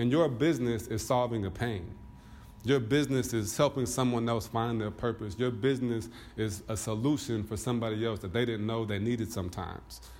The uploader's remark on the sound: a speech with the BBE network's annual conference